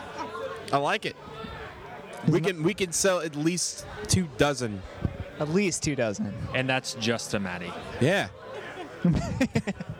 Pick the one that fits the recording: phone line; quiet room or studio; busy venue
busy venue